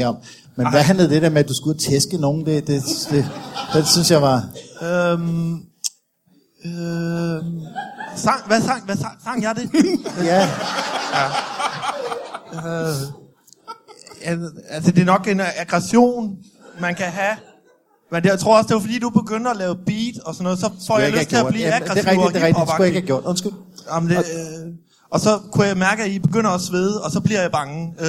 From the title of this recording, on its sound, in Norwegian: LIVE fra Comedy Zoo